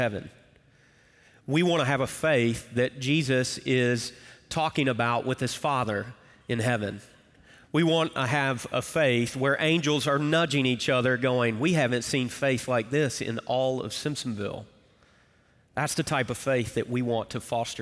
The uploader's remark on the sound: Recorded Live at Brookwood Church